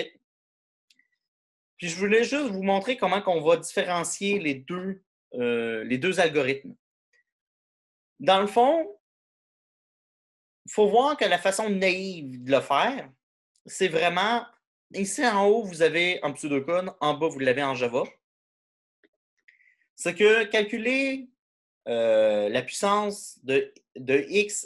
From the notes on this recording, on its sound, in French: cours en ligne sur Zoom